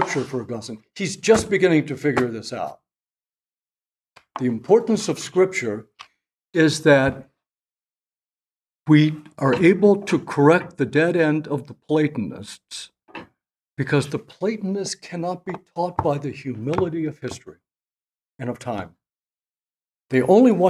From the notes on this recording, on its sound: At the Dominican House of Studies in Washington, D.C., as part of the 2023 Civitas Dei Summer Fellowship. This lecture was given on June 14, 2023, at the Dominican House of Studies in Washington, D.